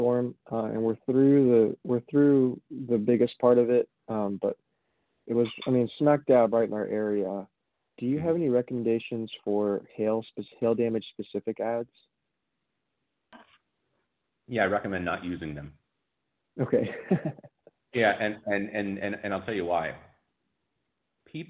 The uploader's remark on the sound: Recorded phone call. I did a phone call with someone who wanted to know how to get leads for his roofing company.